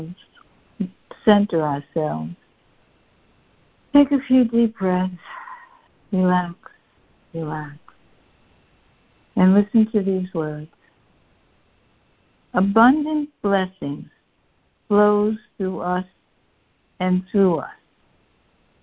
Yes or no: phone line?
yes